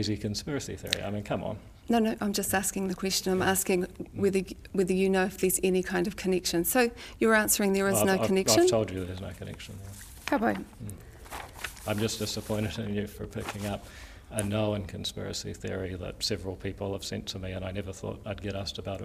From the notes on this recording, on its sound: In a fiery interview recorded at Waitangi.